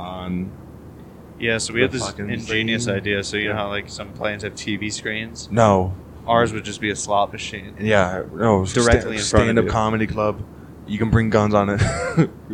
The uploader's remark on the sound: recorded this on the way to Austin